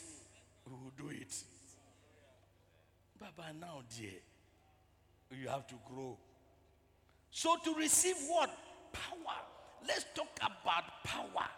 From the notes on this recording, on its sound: Preached at the Truth Cathedral, Loyalty House International, Abbey-Dawenya.